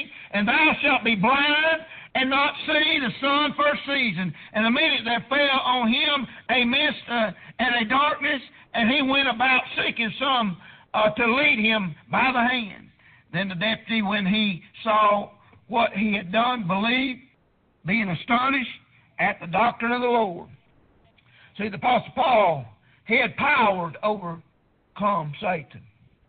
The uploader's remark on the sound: Preached at prayer Baptist Church